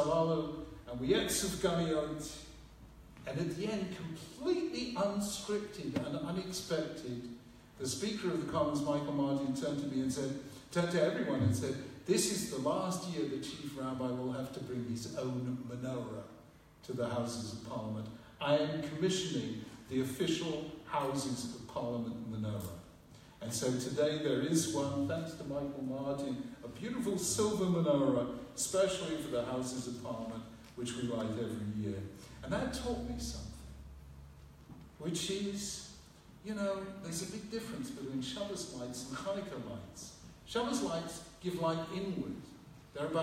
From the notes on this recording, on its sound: gave to students at the Hasmonean High School for Boys' in London, UK on 13th December 2017